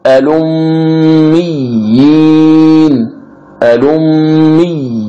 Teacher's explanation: فالياء المشددة تمد بمقدار 2 حركات، هذا يسمى بمد التمكين